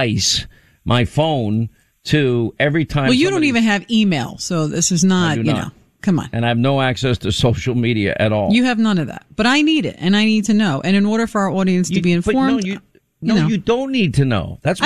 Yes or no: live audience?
no